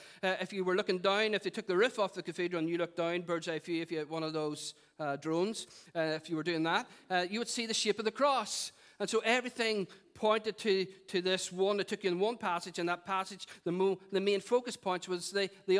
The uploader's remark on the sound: Recorded at our 11am Celebration at our Storehouse Venue.